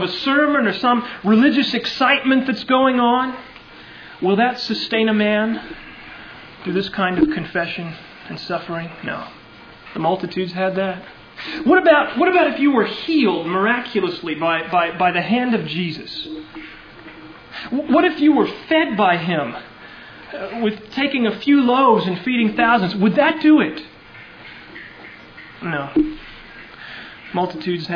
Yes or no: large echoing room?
yes